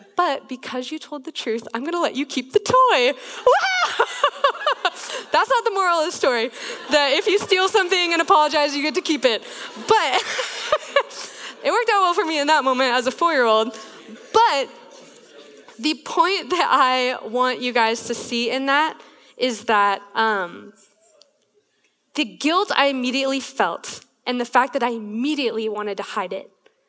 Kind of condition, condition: setting, live audience